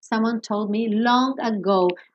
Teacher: Então, aí mesmo que esse D não vai aparecer, porque do told me, eu já estava fechando a boca para o me, e aí o D sumiu